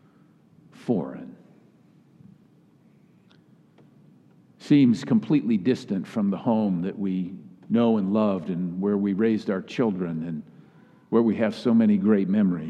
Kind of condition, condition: setting, large echoing room